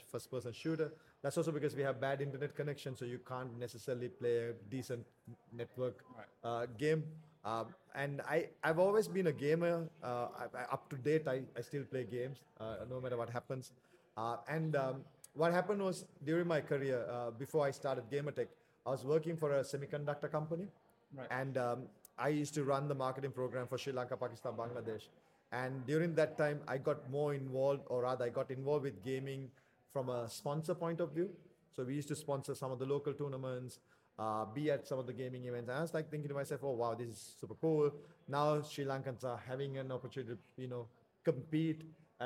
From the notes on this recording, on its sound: hosted LIVE from the EsportsNext 2023 conference